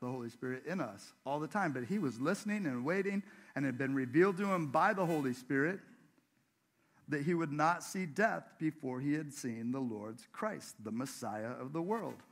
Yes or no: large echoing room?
yes